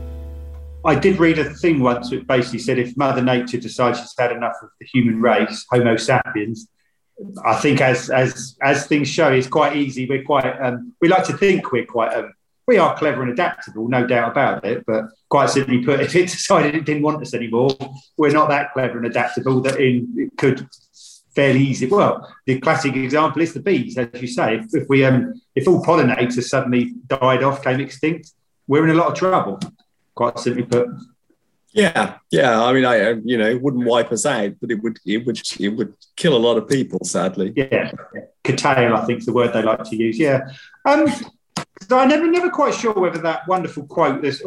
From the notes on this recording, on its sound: On Zoom.